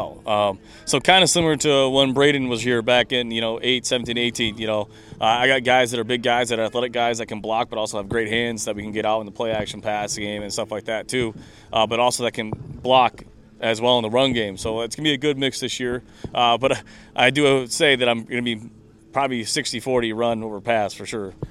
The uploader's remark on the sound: Live From Port Huron Northern Football Camp